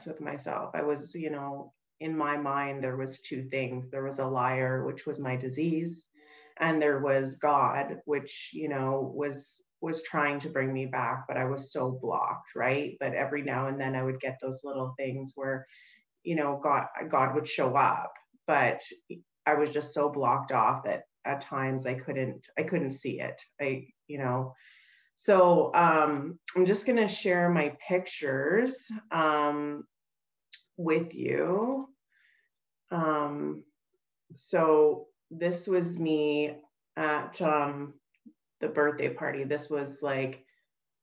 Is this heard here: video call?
yes